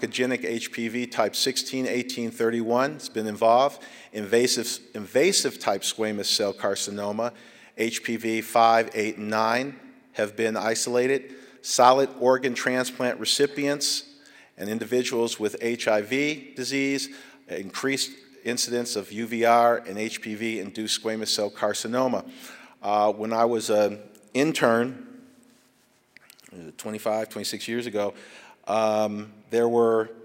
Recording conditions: large echoing room